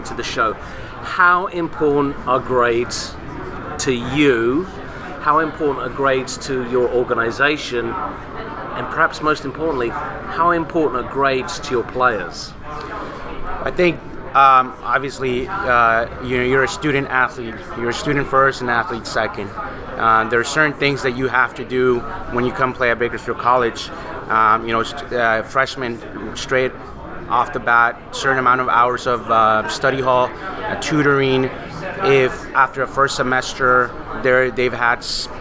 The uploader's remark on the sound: recorded recently on "Podcast Row" at the 2022 United Soccer Coaches Convention in Kansas City